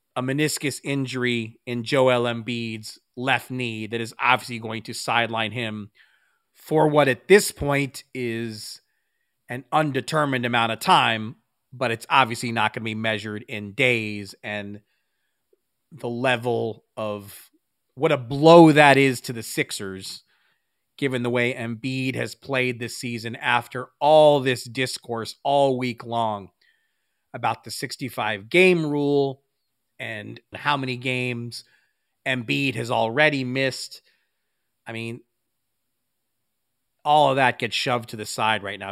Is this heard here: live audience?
no